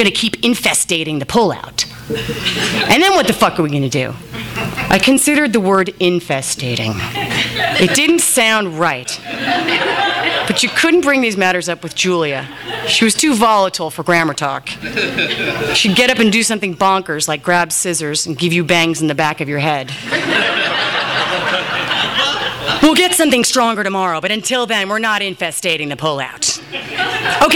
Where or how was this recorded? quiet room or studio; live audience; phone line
live audience